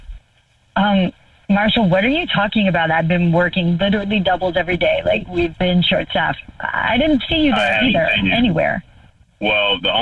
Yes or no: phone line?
yes